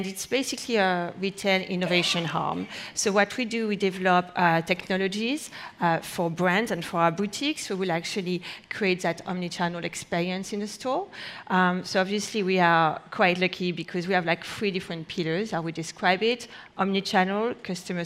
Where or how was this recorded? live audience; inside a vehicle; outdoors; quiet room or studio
live audience